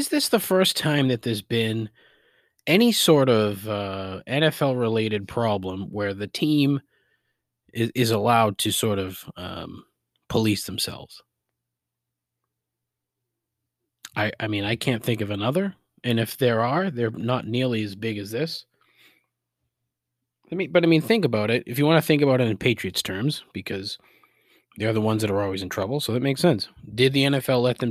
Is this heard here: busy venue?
no